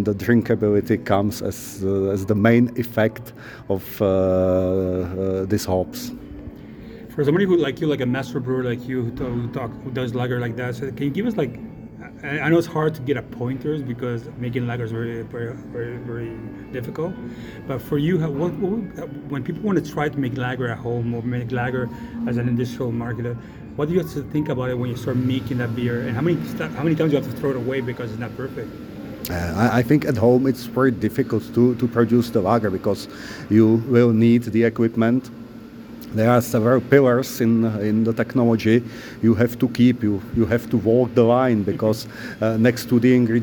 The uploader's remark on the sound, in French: au Ontario Craft Brewers Conference & Suppliers Marketplace